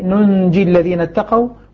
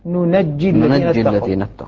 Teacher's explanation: ننجي إذا بتلاحظ هنا التخفيف للجيم، لكن تخفيف الجيم اقتضى تسكين النون · Shown in: first take